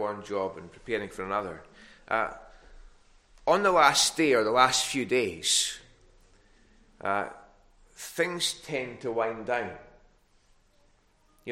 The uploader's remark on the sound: recorded at North Harris Free Church on the morning of Sunday 1st May 2022